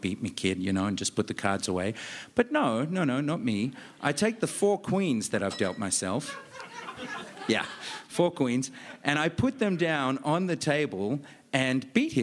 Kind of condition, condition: setting, live audience